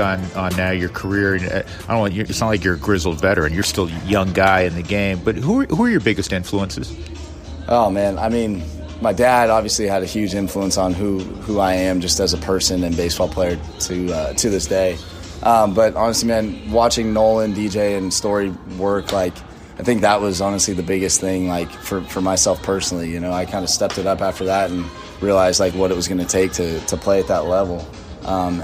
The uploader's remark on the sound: This week he's recording from Salt River Fields at Talking Stick in Scottsdale, Arizona.